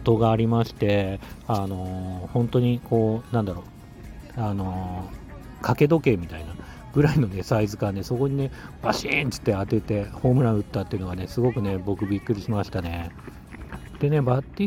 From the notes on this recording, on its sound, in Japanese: さっそくのルール破り！野球場から録音！？お昼に野球のグランドから録音。